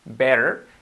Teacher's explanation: la T, que decimos siempre, que la convertimos en una R suave